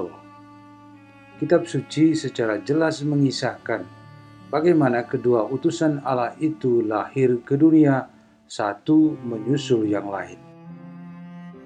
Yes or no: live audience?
no